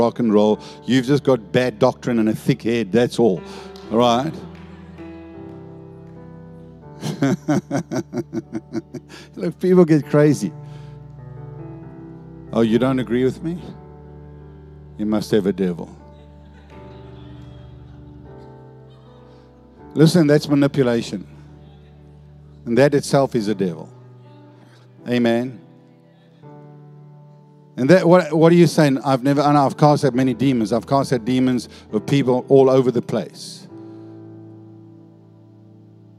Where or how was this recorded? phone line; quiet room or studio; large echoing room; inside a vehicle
large echoing room